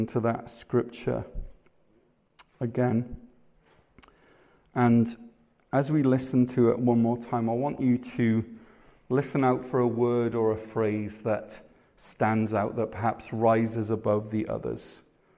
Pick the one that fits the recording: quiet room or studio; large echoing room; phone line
large echoing room